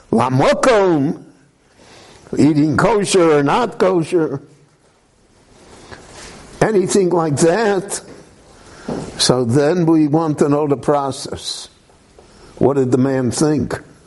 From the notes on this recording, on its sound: This lecture was recorded live at Beit Knesset HaNassi in Jerusalem.